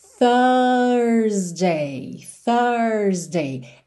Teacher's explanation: Linguinha lá nos dentes da frente. Depois o U, que em inglês vai ter aquele som a